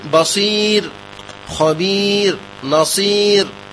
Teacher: فالراء قبلها ياء ساكنة حرف مد فهي ترقق بالاتفاق